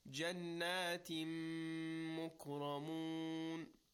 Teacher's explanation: Idgham means merging of two letters. Nun, in this case, with mim.